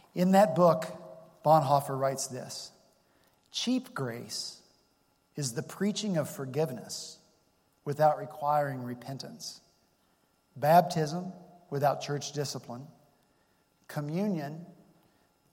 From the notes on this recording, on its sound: at Redeemer Presbyterian Church in Charleston, SC